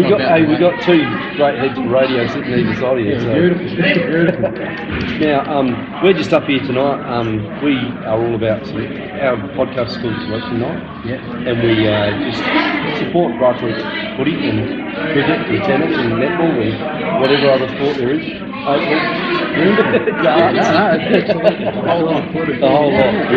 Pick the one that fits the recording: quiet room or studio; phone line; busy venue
busy venue